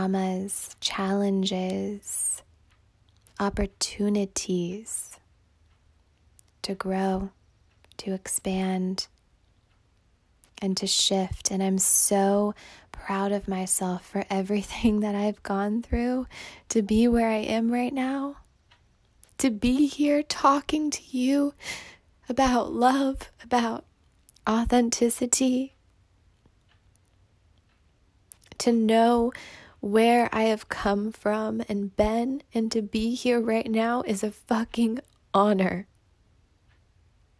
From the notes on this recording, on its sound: a human with a phone recording this Podcast for you right now